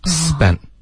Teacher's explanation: 他这里不会浊化，而会把这个 t 的音呢给省略